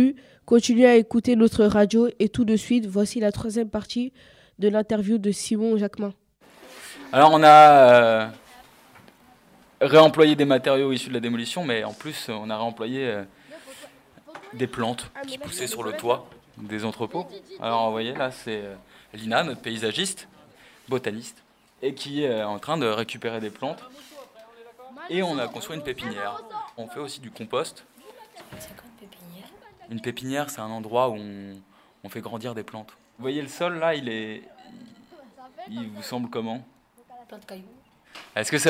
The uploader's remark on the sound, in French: une promenade sonore au Parc Départemental de L'Ile-Saint-Denis